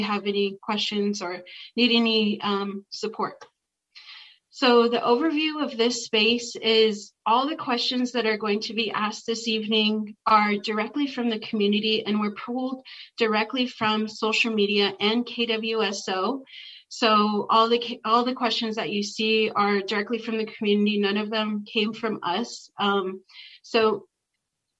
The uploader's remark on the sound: Audio from Zoom Forum.